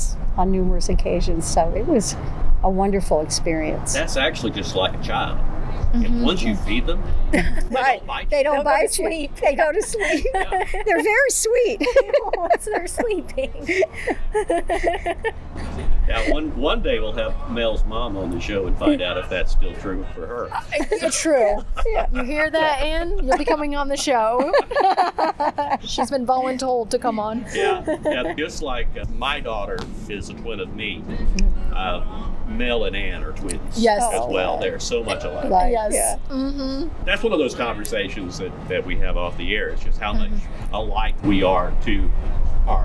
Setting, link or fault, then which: setting, busy venue